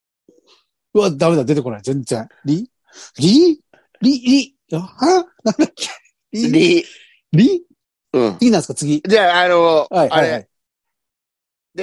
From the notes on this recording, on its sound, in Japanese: ZOOMで収録。